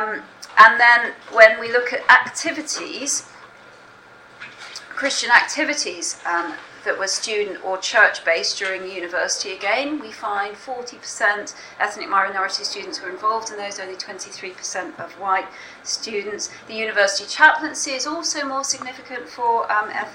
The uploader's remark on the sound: speaks at the SRHE Access and Widening Participation Network event Religion and Belief in Higher Education